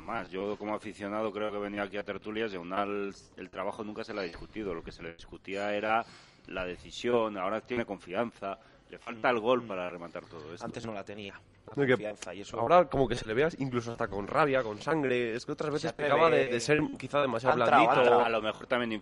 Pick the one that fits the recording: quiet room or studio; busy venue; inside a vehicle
busy venue